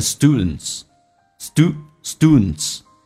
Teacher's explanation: whether itis，但不要读那么分开。 Whether it is forstudents， students 这个单词、在美式发音啊说的会比较夸张。首先啊 st 说成 sd， t 要浊化。第二个是 u，在美式发音如果前面跟的是 d 的话，它趋向于近似于发 u 这个发音，叫做 stu，然后呢 D 跟 N 在一起，基本上经常 D 可以不发音，气流阻塞一下就变成 students， students 就变成 forstudents，当然你可以说成 students，这个没有对错，只是告诉你很多一些老外会有这样的发音的可能。 Whether it is for students or for those